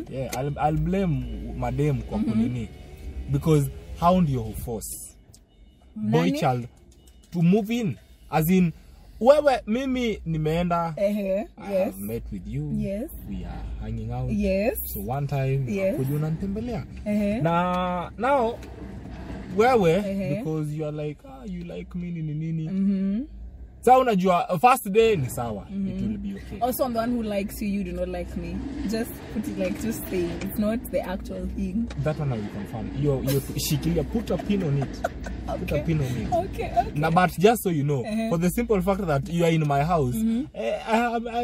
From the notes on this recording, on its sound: A conversation in the car.